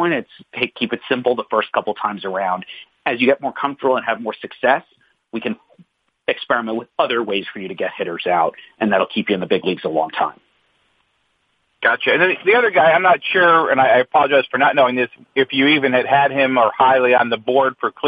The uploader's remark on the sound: Conference Call